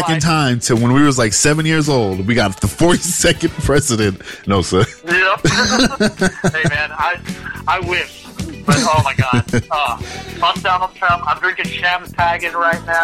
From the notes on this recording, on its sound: phones